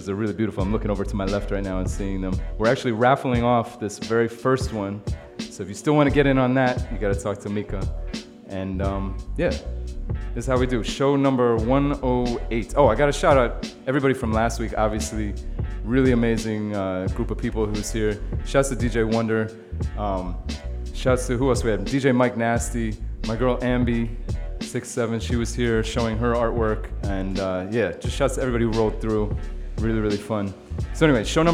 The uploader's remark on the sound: Originally broadcast live on May 17, 2018 from the storefront of Kinfolk 90 in Williamsburg, Brooklyn, New York City.